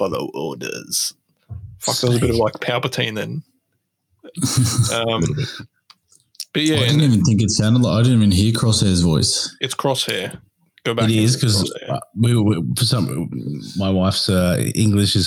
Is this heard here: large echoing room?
no